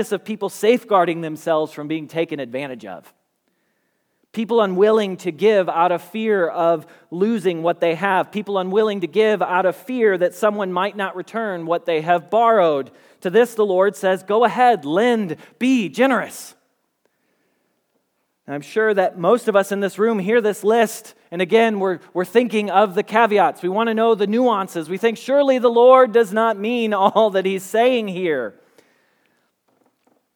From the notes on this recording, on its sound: Message Preached at Valley Creek Church